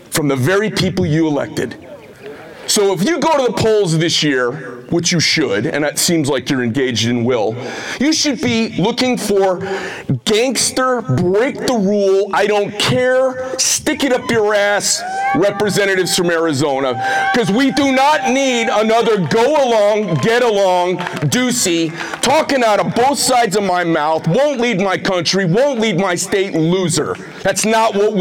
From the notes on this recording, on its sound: Rally on the Border in Sierra Vista, Arizona. A Keynote speech at the 1st and 2nd Amendment Rally on the Arizona Border.